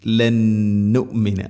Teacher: ഖുൽതും യാ മൂസ ലൻ നുമിന, സാക്കിന നൂന് ശേഷം നൂന്, ഇദ്ഗാം ബിഗുന്ന, നൂനിനെ അടുത്ത നൂനിലേക്ക് ഇദ്ഗാം ചെയ്ത് അഥവാ കൂട്ടി ലയിപ്പിച്ച് മണിച്ചുകൊണ്ട് ഉച്ചരിക്കണം. ലന്നുമിന, ഗുന്നയുടെ ദൈർഘ്യം രണ്ട് ഹർക്കത്താണ്.